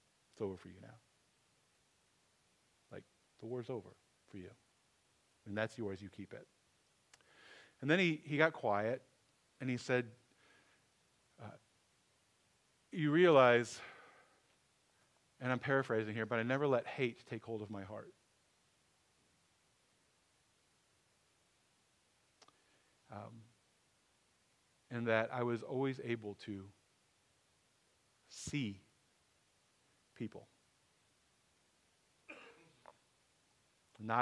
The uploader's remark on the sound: Sermon audio from 11/26/23